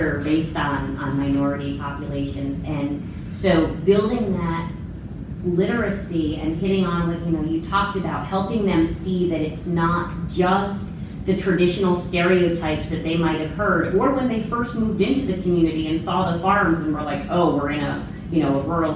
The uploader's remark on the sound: ag teachers at the 2018 NAAE Conference